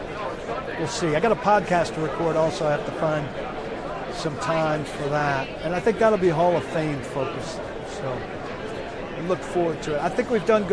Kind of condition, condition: setting, busy venue